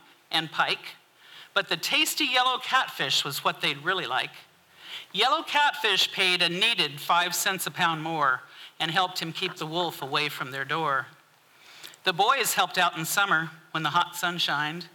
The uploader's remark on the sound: 2023 FPG-Ten Fifteen Theater-Saturday Night-First Set. This recording was made on Saturday, February 25th, 2023, at the Ten Fifteen Theater in Astoria, OR as part of the FisherPoetry Archive Project.